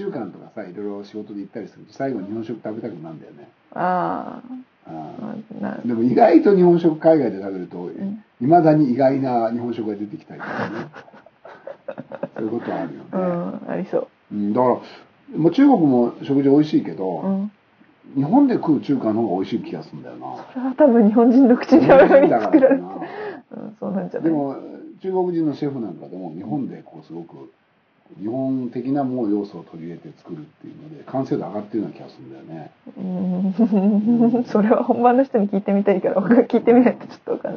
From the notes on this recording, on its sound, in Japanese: マイク導入前に録ったため音質が悪いです